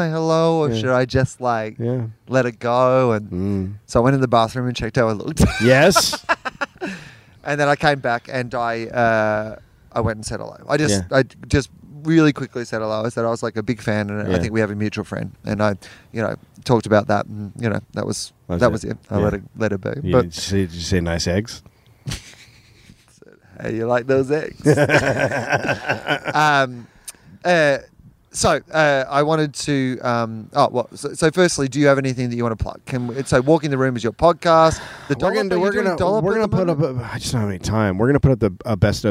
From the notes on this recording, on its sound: On the roof. The sweet sounds of LA at night.